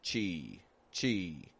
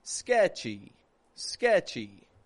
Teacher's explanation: Kind of flat, just getting this E sound fading away on the end.